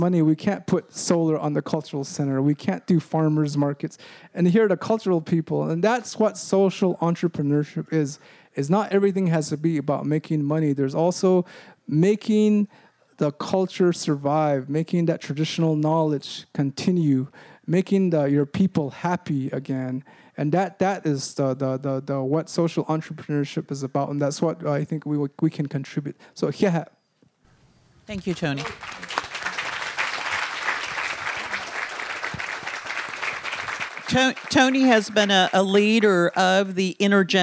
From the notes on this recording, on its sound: Recorded at the 2013 Bioneers Conference.